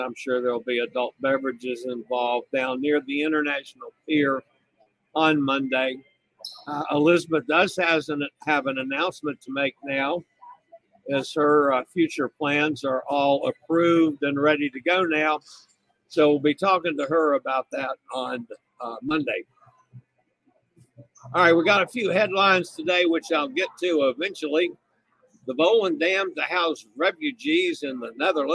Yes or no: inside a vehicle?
yes